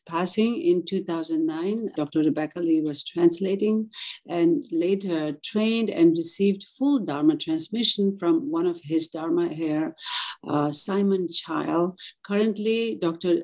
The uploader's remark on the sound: The Rubin Museum presents a weekly online meditation session led by a prominent meditation teacher from the New York area, with each session focusing on a specific work of art. This podcast is a recording of the live online session and includes an opening talk and 20-minute sitting session.